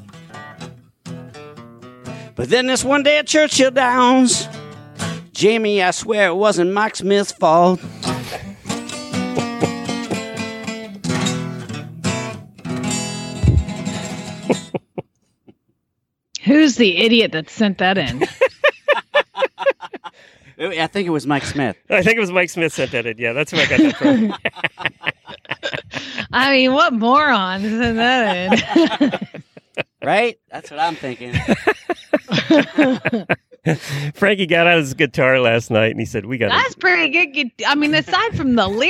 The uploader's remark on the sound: Road Show. Truck in a parking lot in Norwalk, OH.